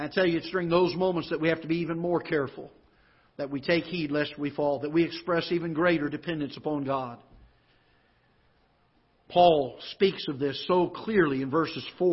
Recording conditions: large echoing room